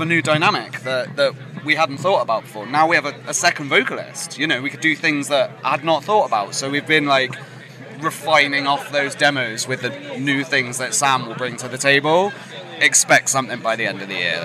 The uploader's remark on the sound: Live from Bloodstock 2023